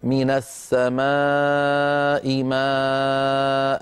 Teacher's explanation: يمد المد المتصل أربع حركات أو خمس حركات